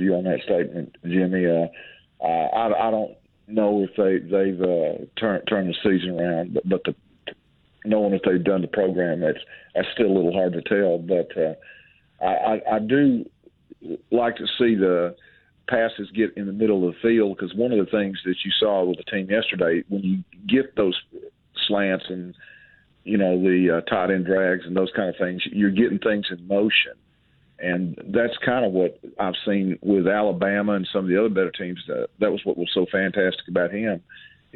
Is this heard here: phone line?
yes